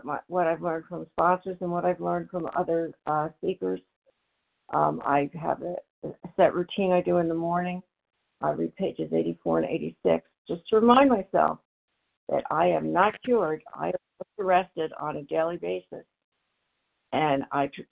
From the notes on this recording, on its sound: from the 100 Pounders Phone Meeting, 10/13/23